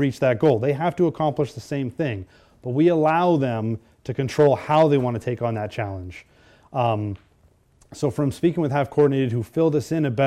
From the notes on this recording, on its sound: A talk at the 2018 Gaming Accessibility Conference